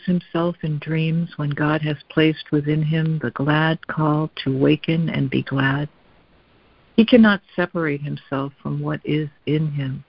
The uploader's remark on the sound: ACIM Daily Conference Call.